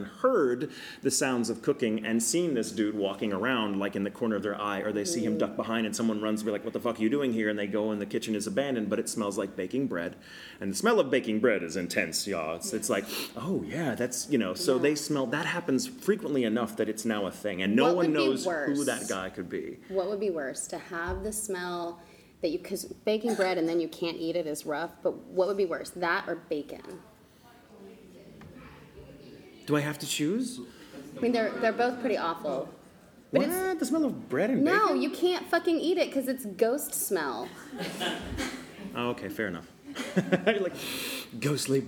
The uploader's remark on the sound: LIVE from Louisville Supercon. In this, our very FIRST live show.